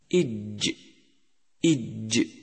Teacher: يخرج حرف الجيم من وسط اللسان مع ما يحاذيه من الحنك الأعلى، إج إج، وهو من الحروف الشجرية، لأنه يخرج من شجر الفم، أي ما بين اللحيين.